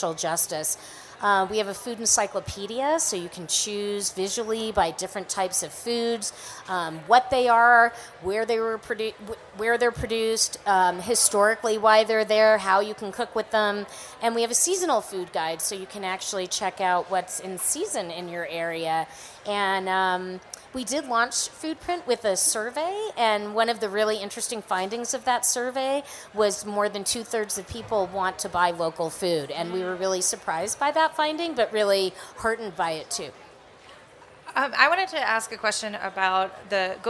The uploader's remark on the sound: Recorded live at Slow Food Nations 2019 in Denver! For a special on-the-road episode of HRN Happy Hour.